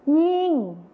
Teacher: จะเป็นยิ่งเสียงขึ้นจมูกนั่นเอง